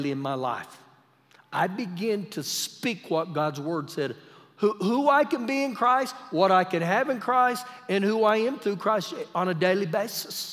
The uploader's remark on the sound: Recorded live during our Wednesday night service